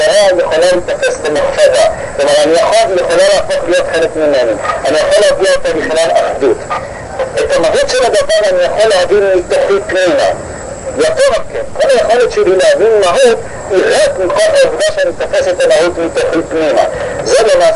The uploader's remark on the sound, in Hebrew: ההקלטה באיכות נמוכה.